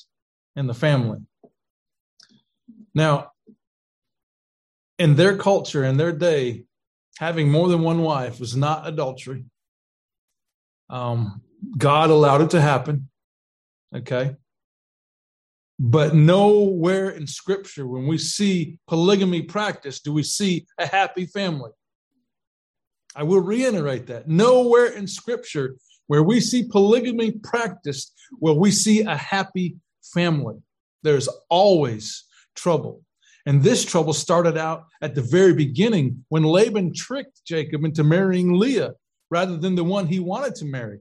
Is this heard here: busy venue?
no